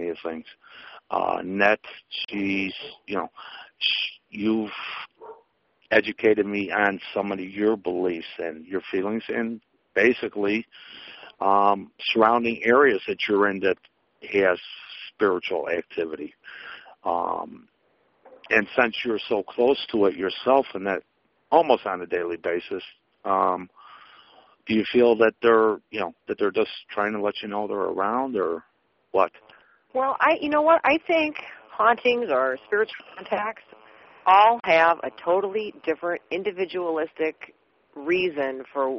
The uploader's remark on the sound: Open Phone Lines. We take calls from you the listeners about the Paranormal, Spirits and more.